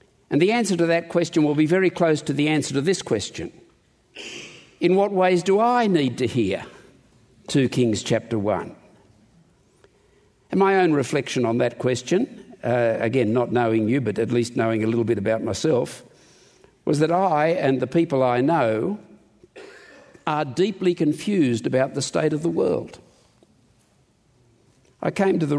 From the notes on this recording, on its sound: In this conference session